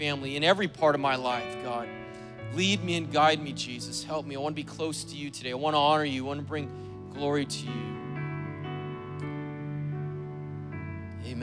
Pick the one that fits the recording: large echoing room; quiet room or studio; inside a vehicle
large echoing room